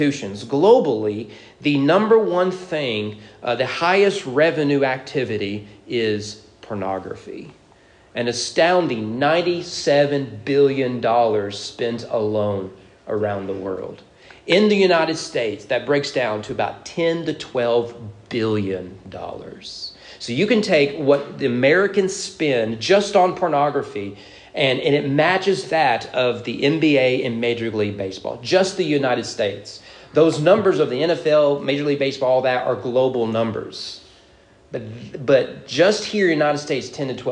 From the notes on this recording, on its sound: Sermon preached at East Frankfort Baptist Church during morning worship.